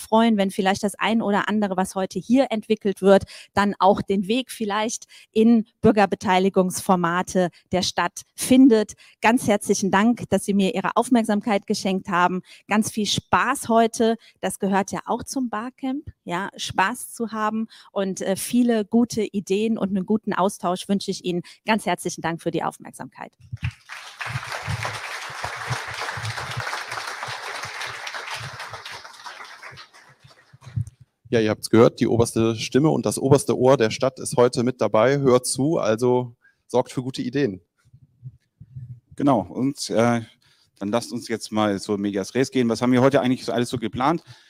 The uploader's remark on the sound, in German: Wir eröffnen das erste BarCamp Bonn in Präsenz seit Pandemiebeginn auch live im Internet.